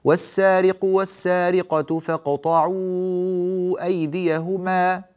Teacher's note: لاحظ أين دخل الأنف، في الميم من كلمة أيديهما، غير ذلك لا يوجد له استخدام في بقية الحروف. · Term: الخيشوم